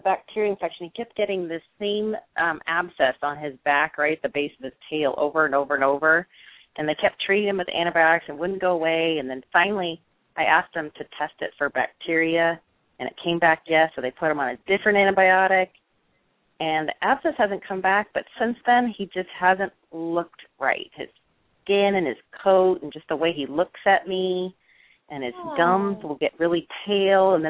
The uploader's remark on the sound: open up the lines for listeners to call